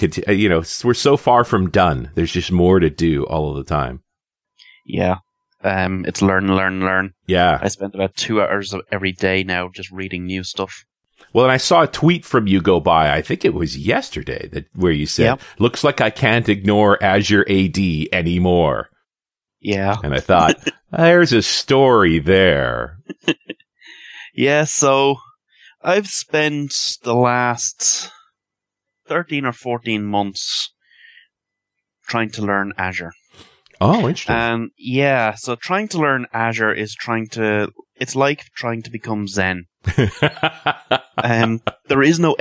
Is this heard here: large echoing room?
no